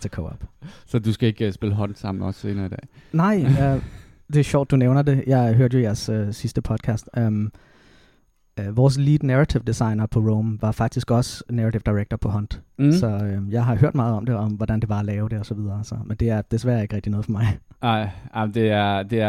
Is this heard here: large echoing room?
no